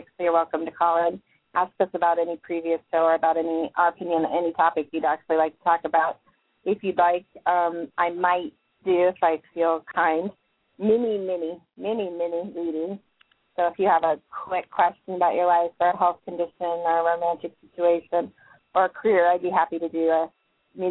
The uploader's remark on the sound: live call in guests